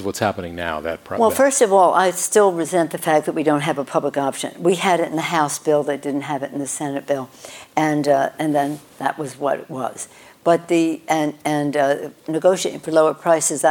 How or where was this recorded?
live audience